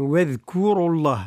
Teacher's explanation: يعني الراء هي المفخمة فقط